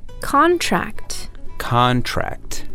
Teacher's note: So here we have the TR and the CT, and you can hear both Ts.